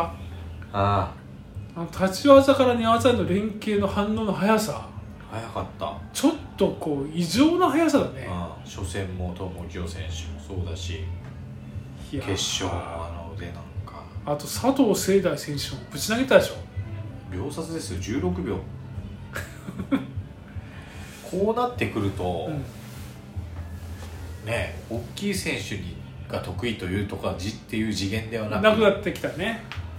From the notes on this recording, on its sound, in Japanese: カラオケボックスでの収録なので周りがちょっとうるさくてすいません。